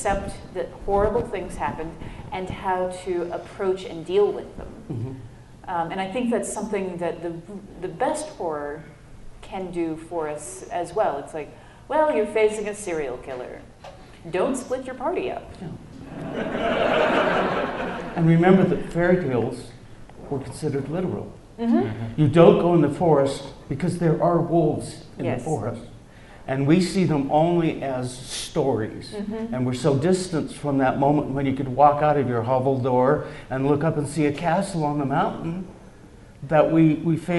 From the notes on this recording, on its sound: In front of a live audience at UVU.